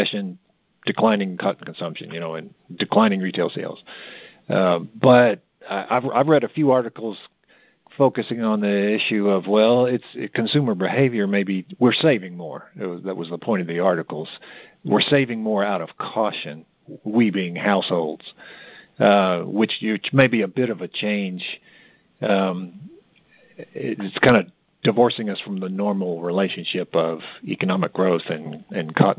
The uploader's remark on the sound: May 2023 Monthly Cotton Conference Call.